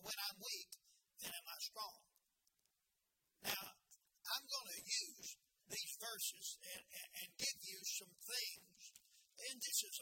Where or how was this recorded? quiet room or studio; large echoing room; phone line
large echoing room